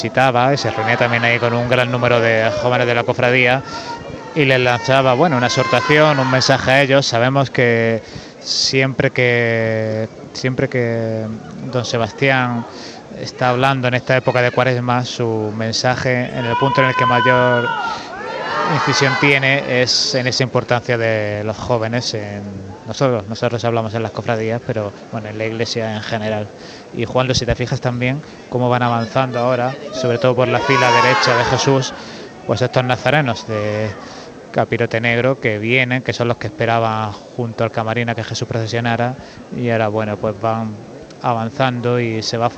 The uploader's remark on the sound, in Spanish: Retransmisión en directo de la Madrugada en Jaén en el año 2023.